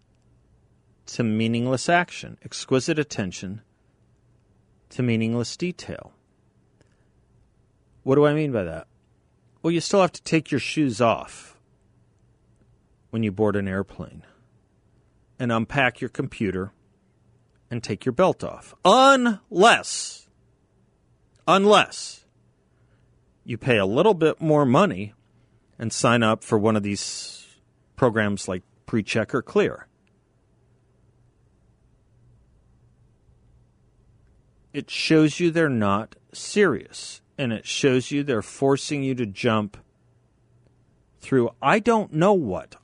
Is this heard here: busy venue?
no